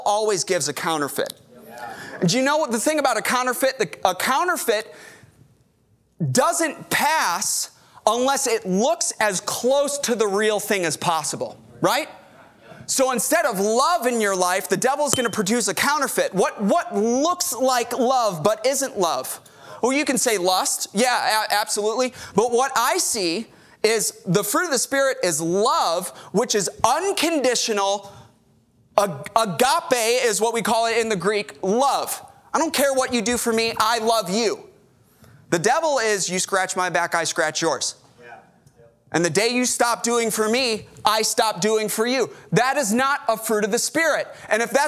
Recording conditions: large echoing room